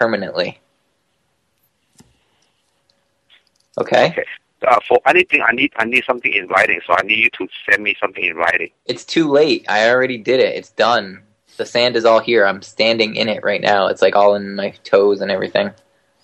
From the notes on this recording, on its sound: …'s Personal Prank Phone Calls Collection.